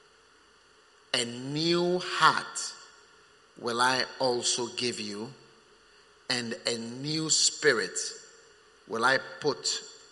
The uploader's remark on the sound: Preached at the First Love Center, Accra.